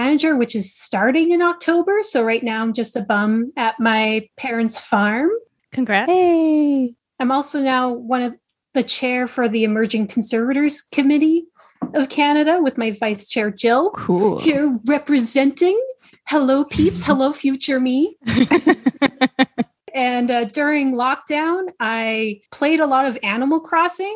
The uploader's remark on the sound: We kick off season ten with a Zoom get-together!